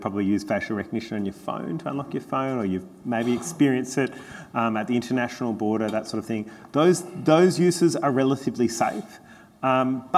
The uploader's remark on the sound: comes live from the Australian Labor Party National Conference Fringe Festival